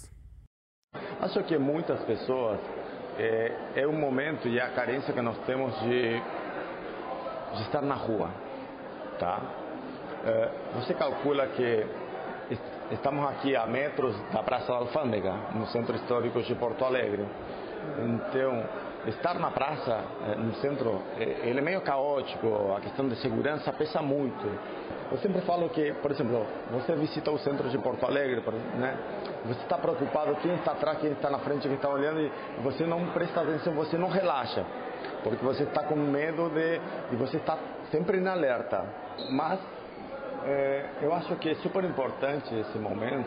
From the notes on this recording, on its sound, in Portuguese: Fizemos uma viagem pela noite dos museus. Com a abertura de 14 espaços culturais. Este convite sonoro inclui música, além de trazer entrevistas com o público presente e o idealizador do evento.